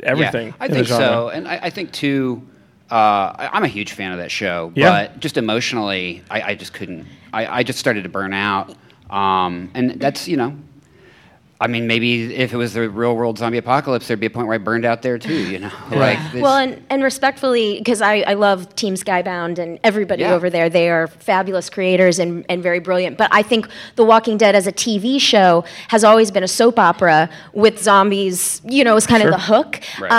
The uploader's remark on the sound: LA Comic Con 2018! Geekscape gathers a panel of experts at Los Angeles Comic Con.